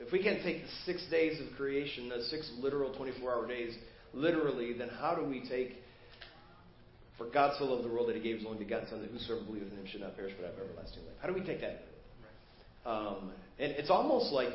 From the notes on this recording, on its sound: Preached at First Baptist Church of Hazel Park